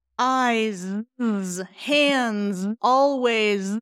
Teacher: I want you to watch these S's. I know it's a letter S, but it should be a Z sound. Z. You should be voicing that.